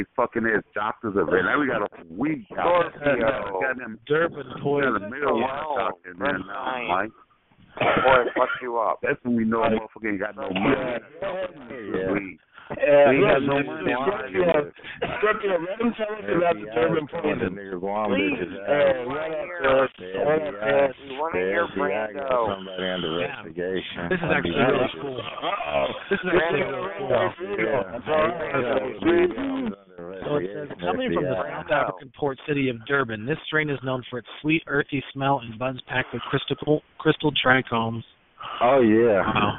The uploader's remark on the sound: Conference Call